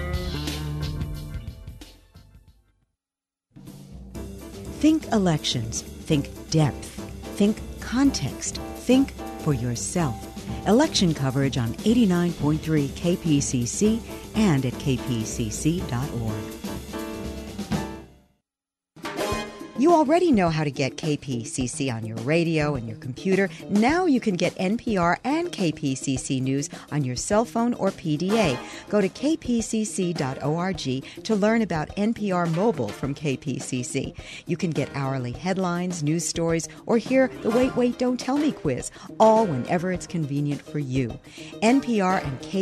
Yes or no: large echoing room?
no